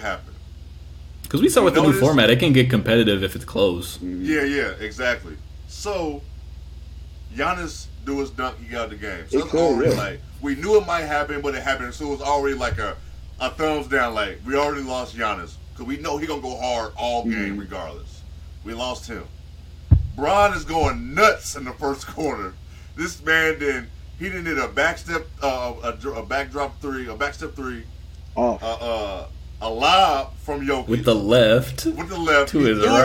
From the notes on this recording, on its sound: SOME AUDIO ISSUES.